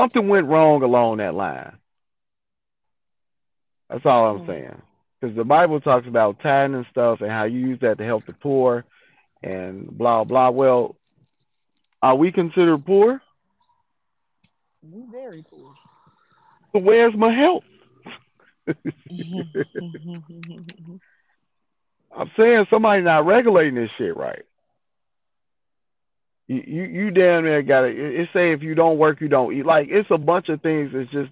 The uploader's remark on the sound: Phone Convo